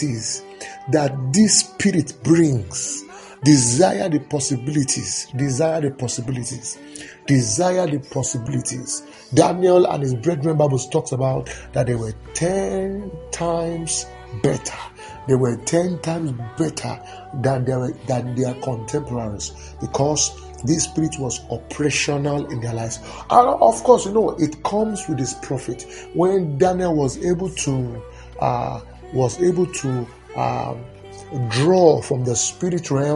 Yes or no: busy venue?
no